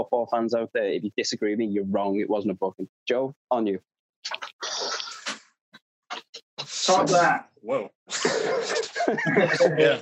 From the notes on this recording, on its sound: Sorry for the slightly worse audio this week, my internet connection did me real dirty this week.